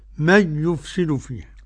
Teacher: أتجعل فيها مد طبيعي في الفاء والهاء. من يفسد قرأ خلف بعدم الغنة